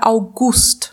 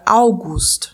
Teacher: O mês de agosto se escreve igual ao nome Augusto, porém a pronúncia é diferente. Então, quando você quiser se referir ao mês de agosto, você vai pronunciar com a sílaba tônica no U. · Shown in: first take